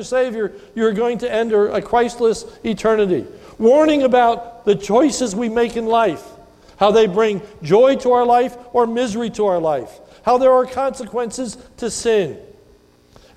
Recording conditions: large echoing room